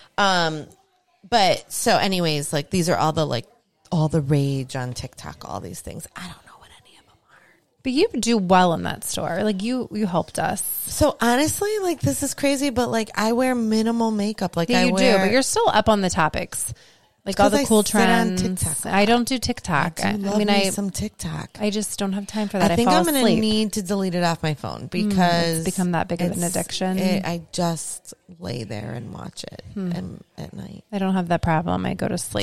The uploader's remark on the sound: Podcasting before a live studio audience. We have some teenagers watching us podcast…who are we kidding they left right after we mentioned them.